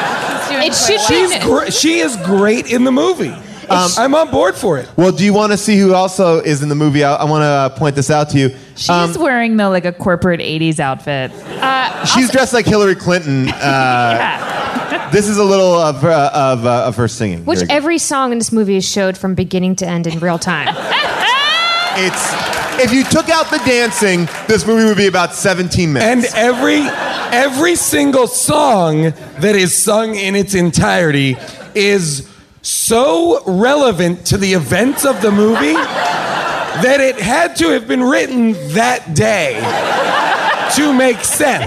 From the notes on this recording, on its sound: Recorded LIVE at Largo in Los Angeles